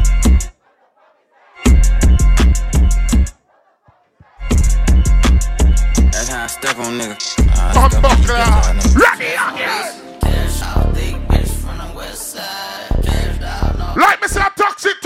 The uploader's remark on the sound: Live At Toxxic Tuesdays